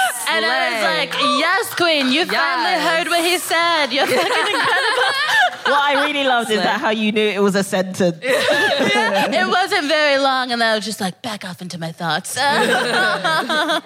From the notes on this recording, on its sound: Recorded 26 June 2022 at 21Soho in London.